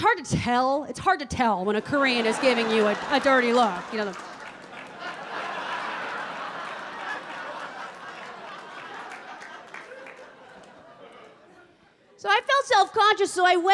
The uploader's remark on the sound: Performs in front of a live audience in this provocative and hilarious comedy special event.